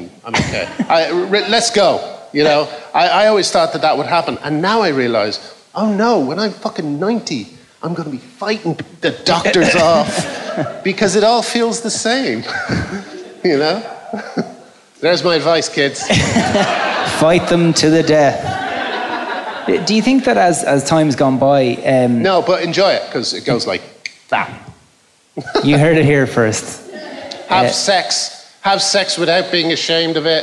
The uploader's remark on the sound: Recorded in front of an audience in London's 100 Club.